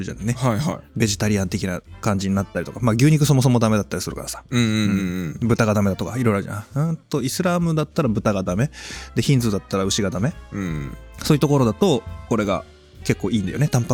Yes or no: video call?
no